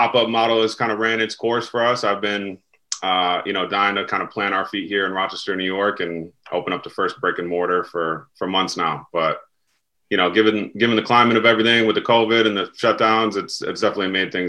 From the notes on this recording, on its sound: Recorded Live on Zoom on 11/16/2020